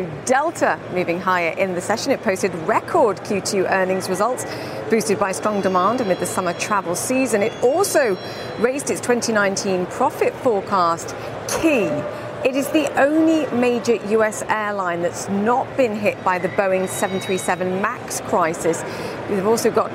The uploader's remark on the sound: live from the New York Stock Exchange.